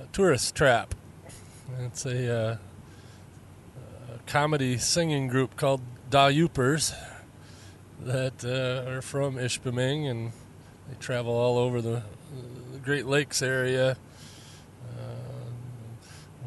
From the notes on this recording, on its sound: This time I'm driving back home after a run to I think Petoskey